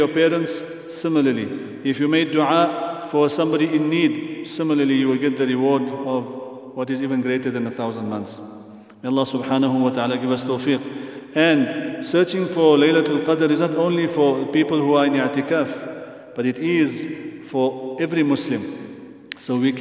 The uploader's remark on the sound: at the Houghton Masjid (West Street)